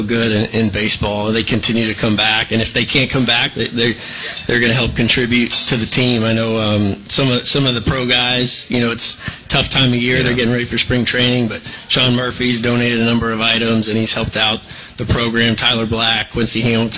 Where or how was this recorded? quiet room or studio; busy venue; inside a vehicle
busy venue